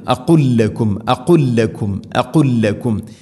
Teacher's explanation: ഇനി അഖുൽ ലക്കും, സുക്കൂനുള്ള ലാമ് ശേഷം വീണ്ടും ലാമ് ഹർക്കത്തുള്ള, ഇങ്ങനെ വരുമ്പോൾ ഇദ്ഗാം മുതമാസിലൈൻ, അതിനെ അടുത്ത ലാമിലെ കൂട്ടിലയിപ്പിച്ച് അഥവാ ഇദ്ഗാം ചെയ്ത് ഒന്നാക്കി ഉച്ചരിക്കണം.